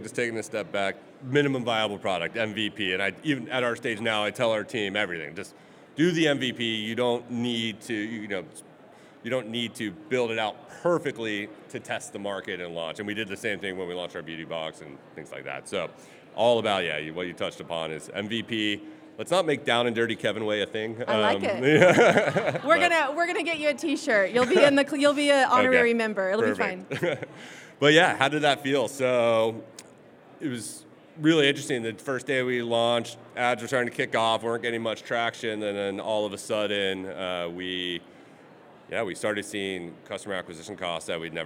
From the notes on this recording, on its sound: Recorded LIVE at SubSummit.